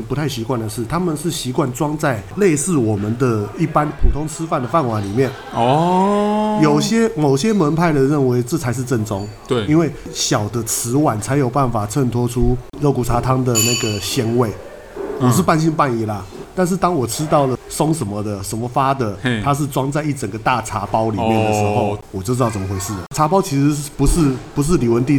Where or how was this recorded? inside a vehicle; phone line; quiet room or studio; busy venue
busy venue